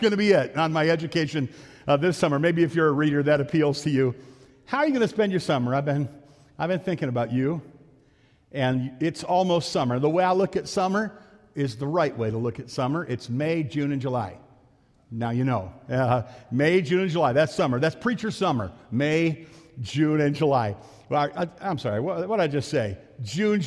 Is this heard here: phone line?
no